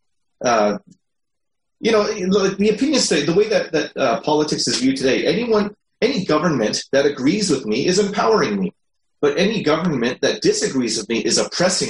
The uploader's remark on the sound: These weekly sessions are a held through a Zoom meeting for the discussion time.